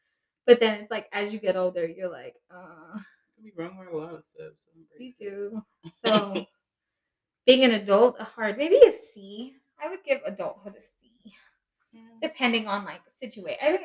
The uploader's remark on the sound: Thank you for returning and bearing with us as we continue to figure this whole audio situation out.